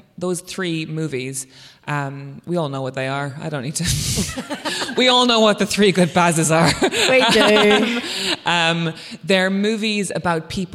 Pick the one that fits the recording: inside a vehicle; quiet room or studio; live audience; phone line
live audience